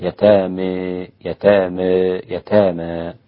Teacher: كلمة يتامى وقفا فقط ممالة عند الإمام الكسائي وحمزة وخلف، ومقللة عند ورش إذا وقفت عليها فقط، يتامى يتامى يتامى، لكن في الوصل ليس فيها إمالة ولا تقليل.